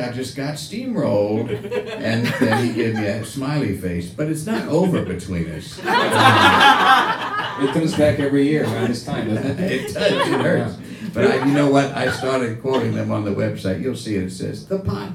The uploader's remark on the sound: Recorded live at Brooklyn’s famed Union Hall.